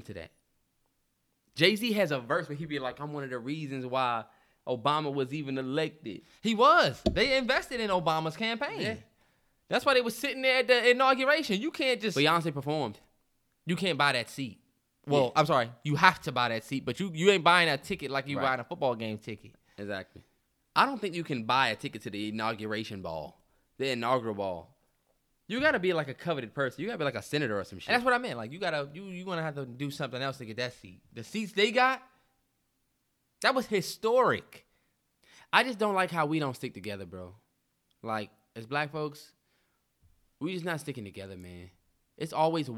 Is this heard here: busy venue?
no